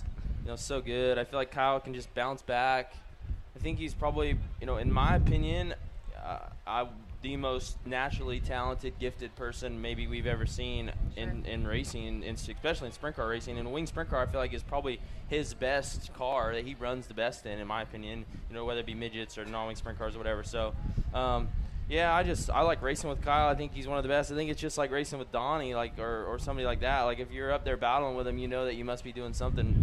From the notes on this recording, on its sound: Live from The Kings Royal. Night #3 from Eldora Speeday.